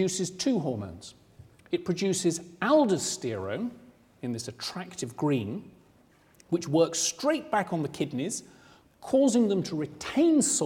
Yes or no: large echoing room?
yes